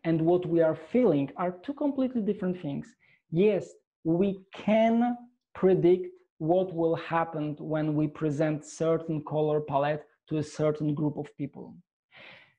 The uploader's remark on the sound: shares his passion with the Dscoop audience in this enlightening webinar